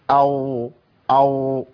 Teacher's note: في ناس كتير بقى ما بيمكنش المخرج الراء ولسانه ما بيوصلش للمخرج، فيعمل ايه؟ يجيب واو